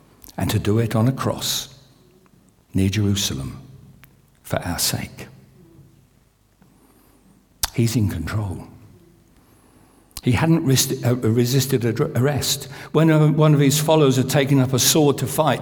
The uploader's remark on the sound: This sermon was recorded on Sunday 2nd April 2023 at our Great Denham venue.